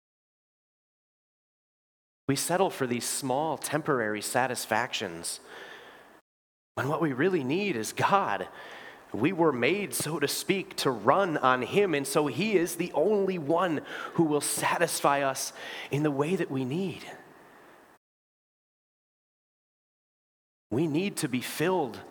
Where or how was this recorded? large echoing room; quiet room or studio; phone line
large echoing room